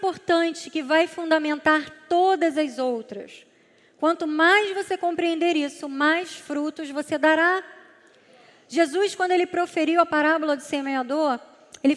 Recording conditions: large echoing room